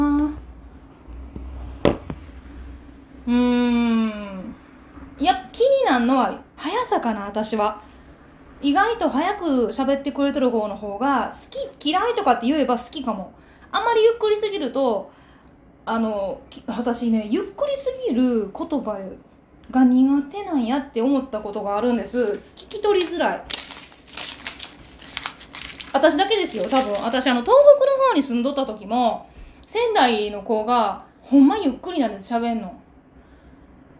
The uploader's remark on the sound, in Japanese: From Radiotalk。一緒にたこ焼きが焼ける音も楽しんでね。